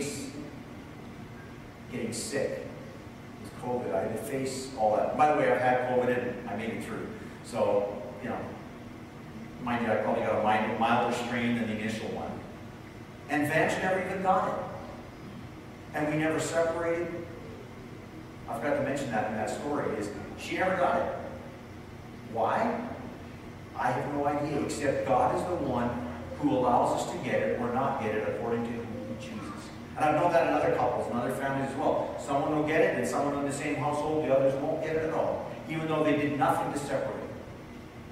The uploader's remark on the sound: (Sorry for the poor audio this week, we had some technical challenges this past Sunday).